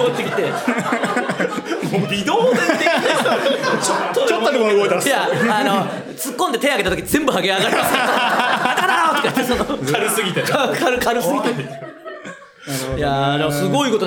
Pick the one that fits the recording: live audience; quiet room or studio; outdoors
live audience